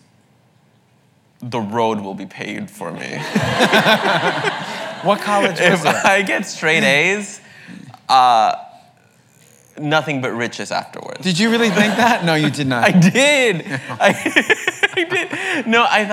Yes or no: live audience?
yes